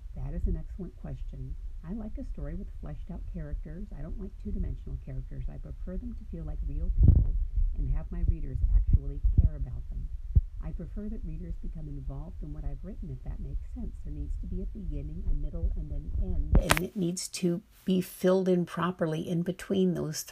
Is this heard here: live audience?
no